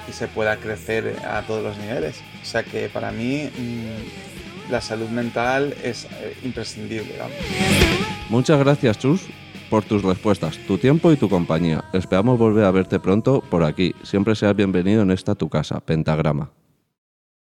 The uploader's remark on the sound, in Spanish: Un momento mágico donde disfrutamos de música en vivo, una chara amena y un ambiente genial.